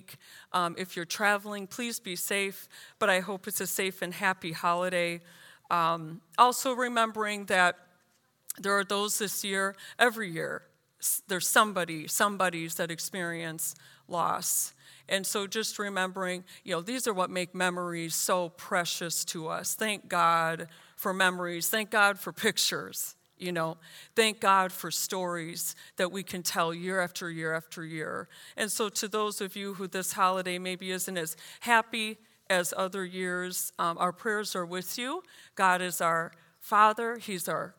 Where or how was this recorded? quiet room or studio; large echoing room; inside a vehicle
large echoing room